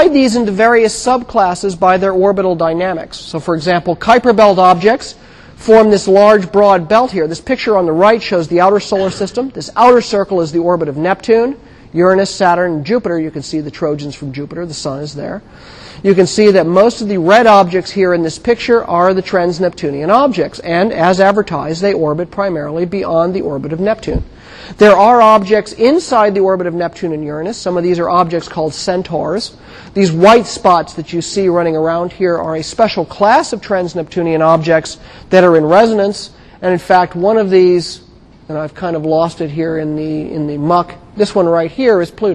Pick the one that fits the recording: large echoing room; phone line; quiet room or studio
large echoing room